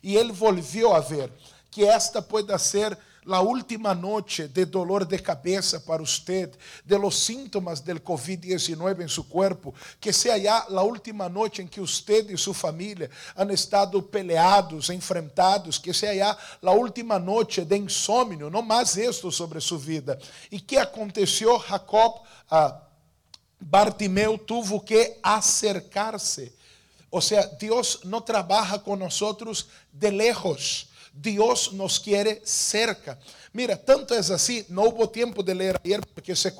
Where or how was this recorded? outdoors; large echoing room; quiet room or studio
large echoing room